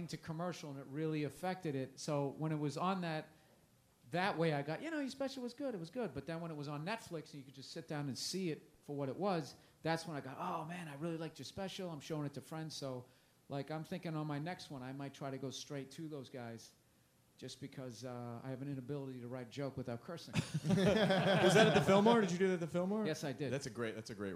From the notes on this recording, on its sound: Recorded at Just for Laughs Montreal on July 30th, 2011